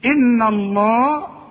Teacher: اذا اللام هفخمها، انما الهاء ما اتفصلش فيها مرققه · Term: لفظ الجلالة